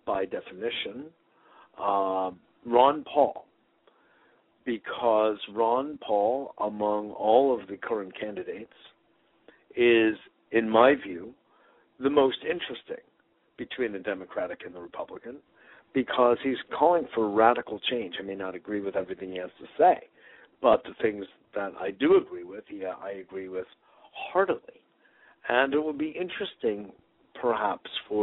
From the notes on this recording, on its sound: Today is a chance for listeners to call